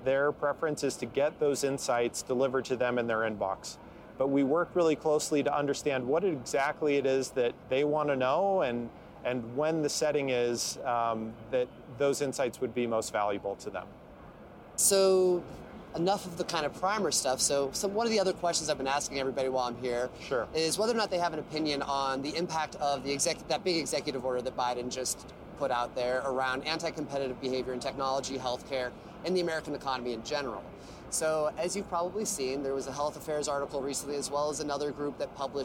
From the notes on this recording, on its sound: Recorded on location at HIMSS21 in Las Vegas.